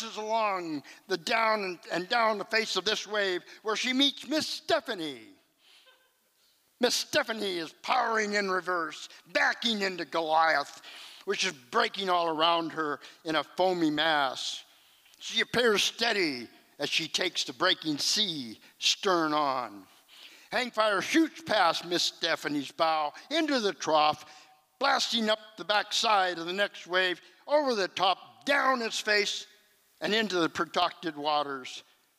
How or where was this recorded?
live audience